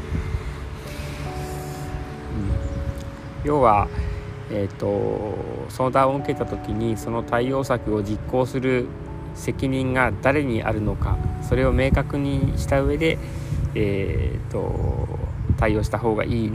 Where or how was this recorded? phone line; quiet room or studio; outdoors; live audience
outdoors